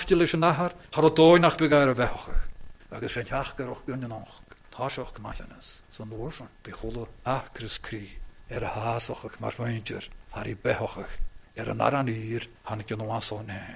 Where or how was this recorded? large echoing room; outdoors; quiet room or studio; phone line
large echoing room